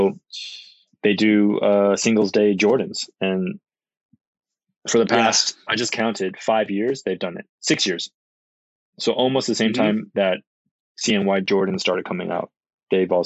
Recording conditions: video call